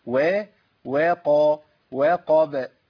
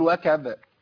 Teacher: ومن عندنا بعد كده وقب، الواو بعدها قاف، الواو مرققة في القرآن كله، القاف مفخمة · Shown in: first take